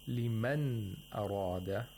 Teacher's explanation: Hamza is the letter of the throat and it's right after the nun sakina. So it has to be pronounced fully. · Term: idhar of nun sakina